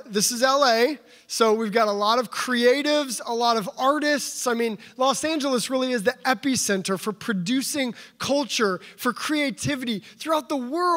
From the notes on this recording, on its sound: the opening address for the Center for Faith and Work Los Angeles' 2019 Annual Conference at Tapestry LA on April 6, 2019